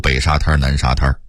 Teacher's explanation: 在北京话里头，真正的滩字是必须加儿化韵的